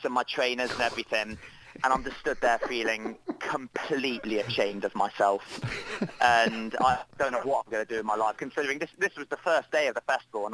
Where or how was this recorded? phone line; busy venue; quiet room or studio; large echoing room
phone line